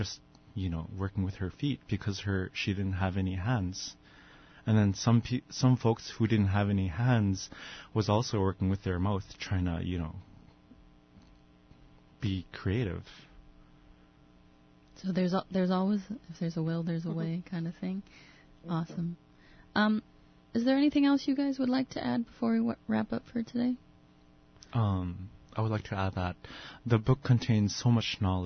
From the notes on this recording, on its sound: On the phone